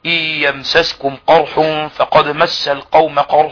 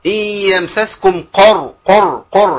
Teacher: تحس ان في ضم للقاف · Shown in: second take